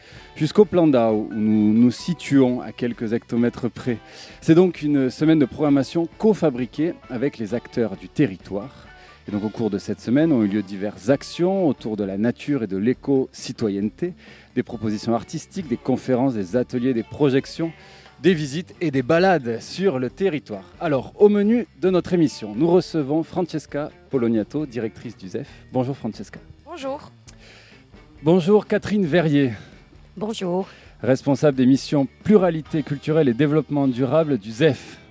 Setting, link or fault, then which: setting, outdoors